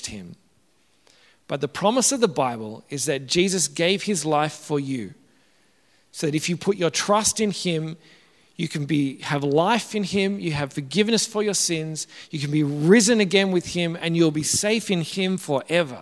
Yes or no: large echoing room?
yes